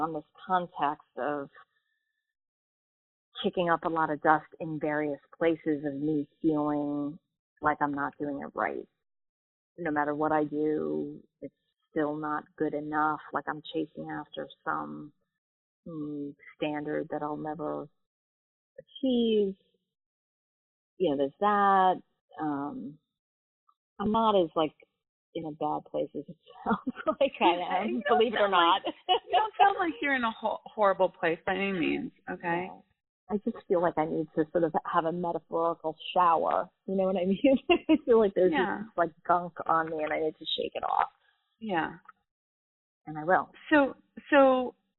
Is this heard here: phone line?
yes